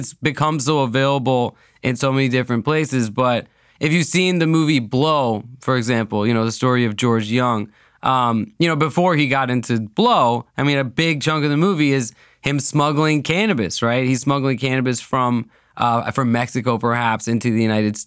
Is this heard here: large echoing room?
no